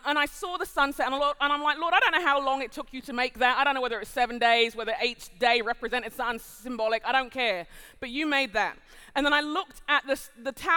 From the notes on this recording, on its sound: Live at The Orchard Conference 2023.